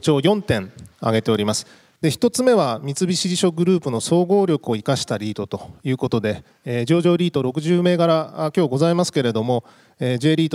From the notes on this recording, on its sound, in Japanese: 2月24日に東京証券取引所で開催した「J-REITファン2018」に登壇した「三菱地所物流リート投資法人」のIRセミナーをダイジェスト版でお送りします。